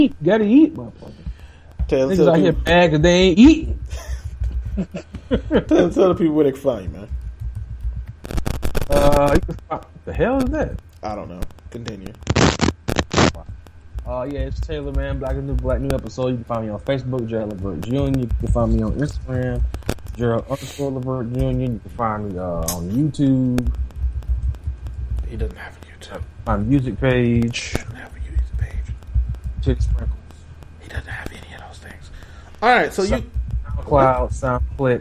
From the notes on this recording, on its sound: While this week’s Black is the New Black had some technical issues